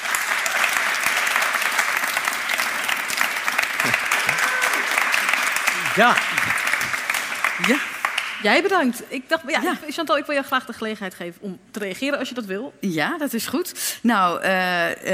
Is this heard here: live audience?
yes